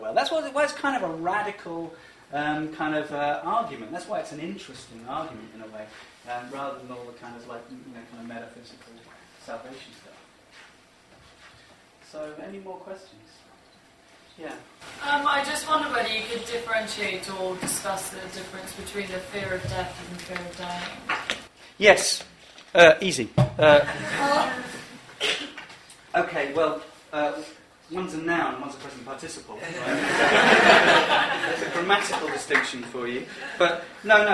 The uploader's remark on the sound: Six philosophers have ten minutes each to pitch their arguments to a live audience.